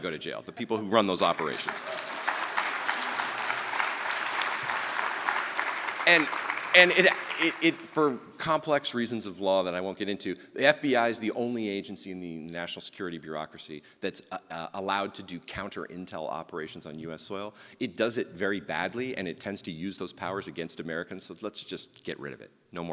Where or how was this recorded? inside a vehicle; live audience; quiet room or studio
live audience